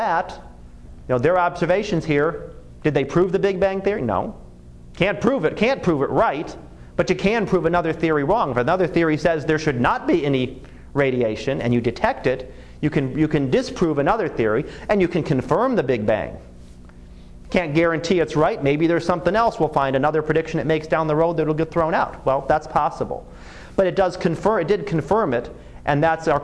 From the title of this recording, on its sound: Live Class Lecture